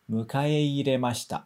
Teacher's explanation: O ei não vai se prolongar como e, ok?